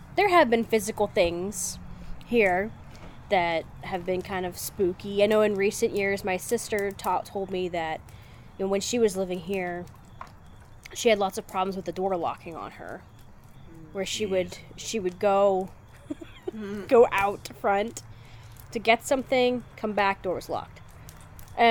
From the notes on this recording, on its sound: here is a special bonus episode, recorded around a campfire.